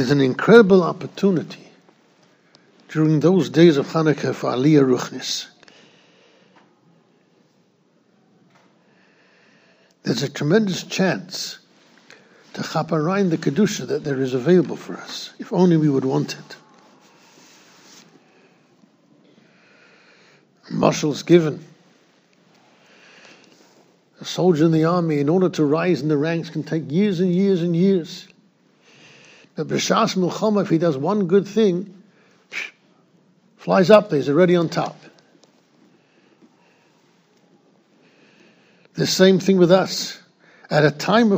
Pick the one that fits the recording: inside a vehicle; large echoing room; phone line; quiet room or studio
large echoing room